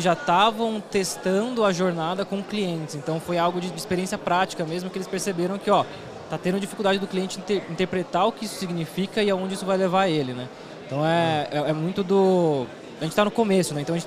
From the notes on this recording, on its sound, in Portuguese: Papo gravado ao vivo lá no Fintouch 2022.